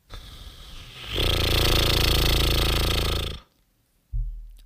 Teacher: Wir arbeiten jetzt wirklich nur mit der Luft und mit den Lippen, also Mundlippen. Und jetzt erhöhen wir einfach nur mal den Druck. Und diese Lippen fangen an zu vibrieren. Sie kommen zusammen, auf zu.